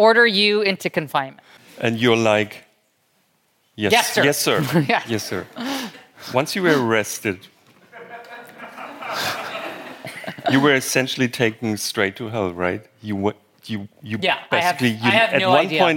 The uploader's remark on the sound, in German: in Hamburg vor Publikum stattfand und per Livestream übertragen wurde